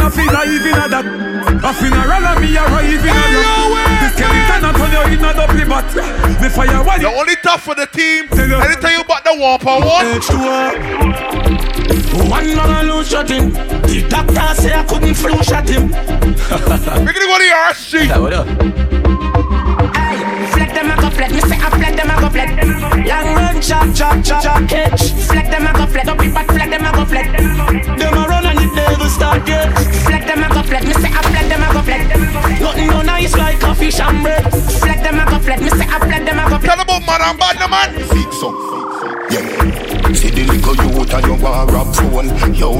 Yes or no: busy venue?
yes